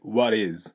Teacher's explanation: What の T と is がくっついて、soft D に変わって